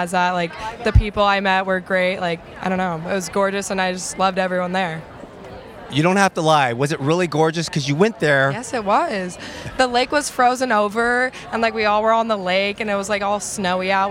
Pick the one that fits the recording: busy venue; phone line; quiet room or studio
busy venue